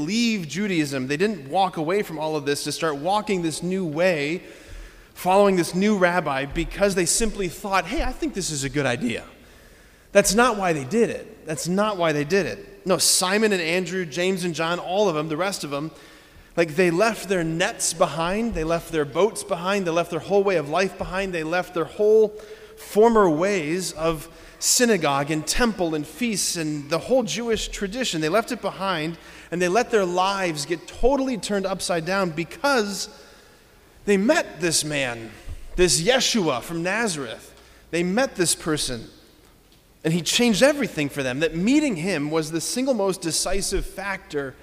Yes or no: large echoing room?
yes